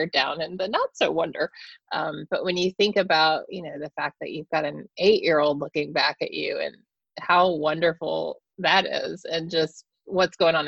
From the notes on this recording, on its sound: I hosted daily ZOOM meet-ups called the "Daily Community Meetup" - the recordings were posted here on the podcast